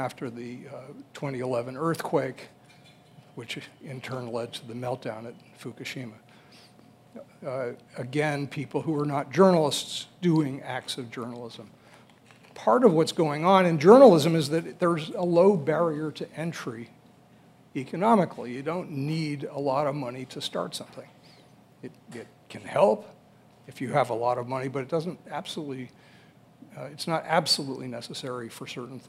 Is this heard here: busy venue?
yes